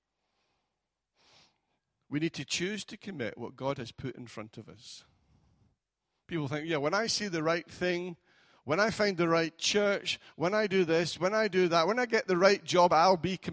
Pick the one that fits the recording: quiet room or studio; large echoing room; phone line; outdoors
large echoing room